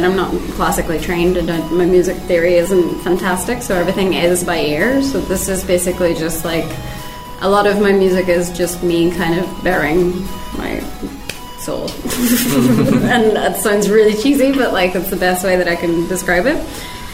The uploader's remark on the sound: Recorded 6th October 2019 at High Score 2019!